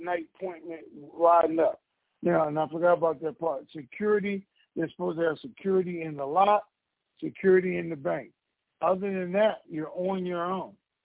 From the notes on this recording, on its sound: TNTSuperfantastic Conference Call